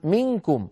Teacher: يذهبون من الميم إلى مخرج الكاف مباشرة، وإن لم ينطقوا الكاف لكن ينطقون مع مخرج الكاف غنة النون